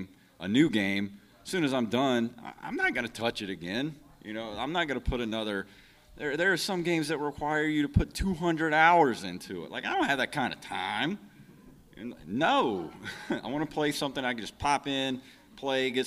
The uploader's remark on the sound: Live Panel from Pensacon 2019. A special live panel at Pensacon, a yearly convention held in Pensacola, FL.